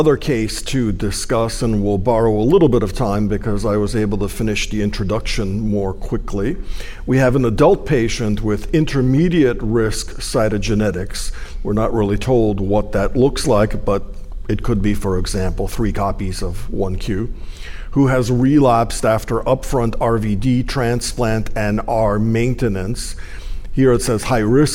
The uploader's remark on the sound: Find out by accessing this PeerView MasterClass and Case Forum event developed in collaboration with the HealthTree Foundation for Multiple Myeloma and recorded at the 2023 ASCO Annual Meeting.